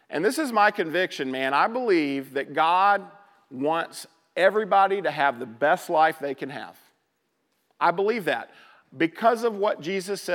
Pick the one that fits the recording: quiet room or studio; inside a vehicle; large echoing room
large echoing room